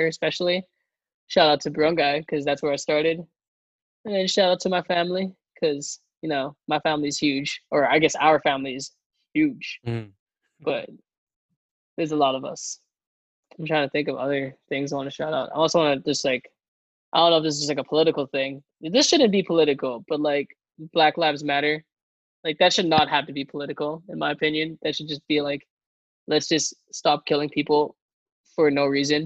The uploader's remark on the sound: This episode was recorded via Zoom.